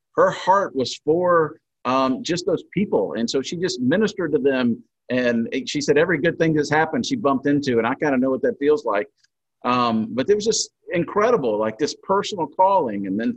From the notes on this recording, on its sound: In this session on Zoom.